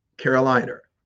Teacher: any word that has sort of an open schwa sound at the end, they add the R to it. · Term: intrusive sound